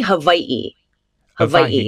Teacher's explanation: a little thing glottal stop we call it okina